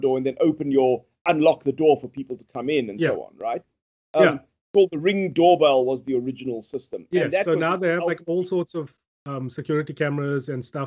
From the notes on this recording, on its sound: Recorded via Skype